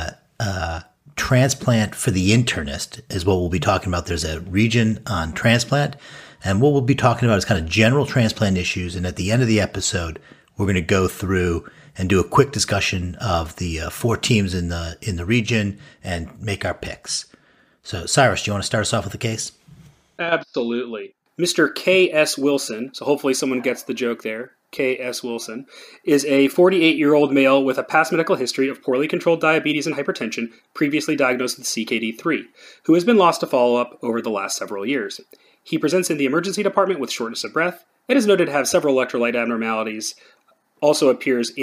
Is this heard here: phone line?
no